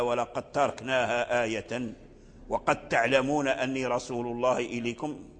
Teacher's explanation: إدغام دال قد في التاء، والتاء والدال يخرجان من مخرج واحد